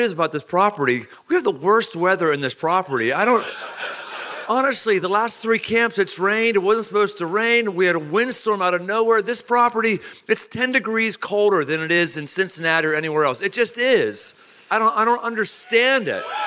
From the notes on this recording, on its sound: Live at Man Camp. Surrounded by thousands of men.